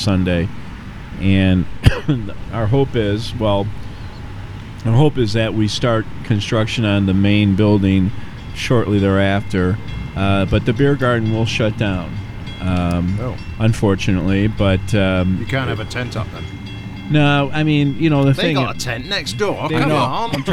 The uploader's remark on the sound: Pubcast from The Brit and Yankee. It was beautiful Fall weather when we headed down to Tinley Park to record our latest episode outside in a beer garden. We're at Banging Gavel Brews.